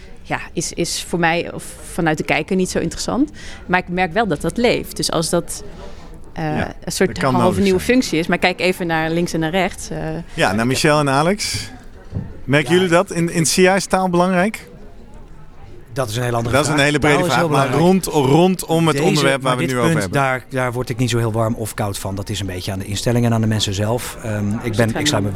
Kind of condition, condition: setting, busy venue